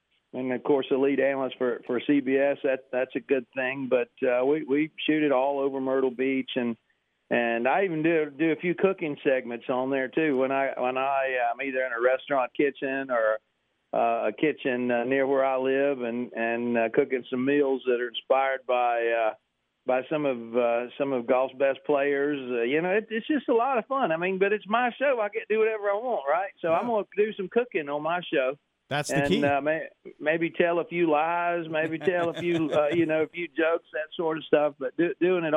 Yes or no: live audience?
no